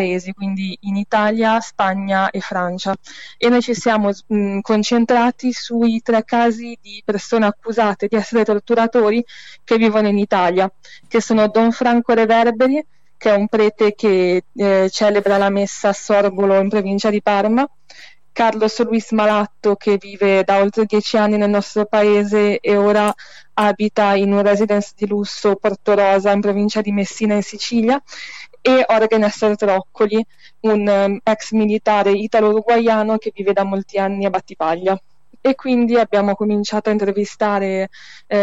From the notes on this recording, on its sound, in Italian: Al telefono da Santiago del Cile.